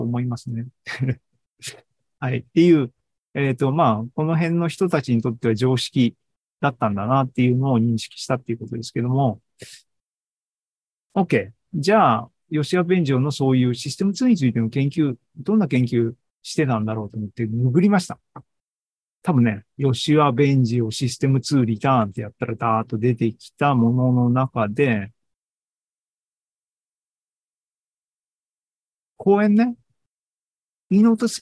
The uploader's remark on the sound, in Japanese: シーズン４４は２０２３年８月２６日に開催した ZOOMライブの模様です。